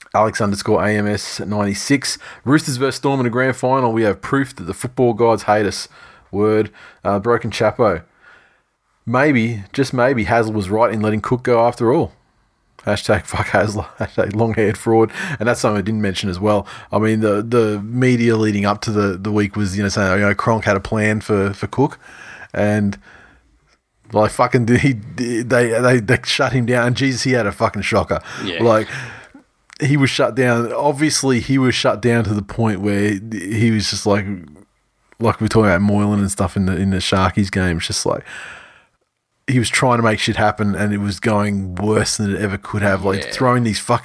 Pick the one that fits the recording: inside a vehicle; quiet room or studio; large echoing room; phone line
quiet room or studio